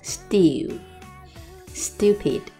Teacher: still 跟 stupid 两个和浊化的现象 st s 后面跟着 t t 浊化成 d